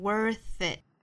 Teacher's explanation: th 要注意舌头伸出来后面的 it 连读成 worth it 尾部特不发音 When somebody's worth it, you just have to put yourself